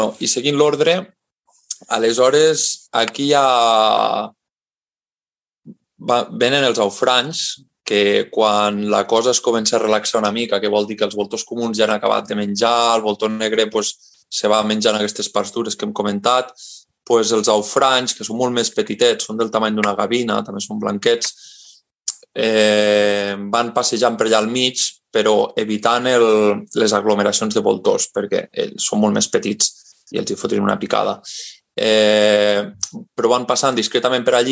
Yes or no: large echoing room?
no